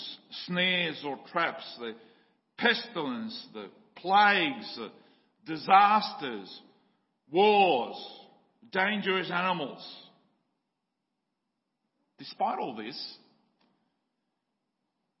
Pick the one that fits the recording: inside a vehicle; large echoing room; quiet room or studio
large echoing room